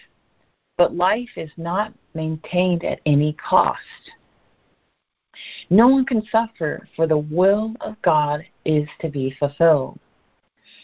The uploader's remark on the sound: ACIM Daily Conference Call.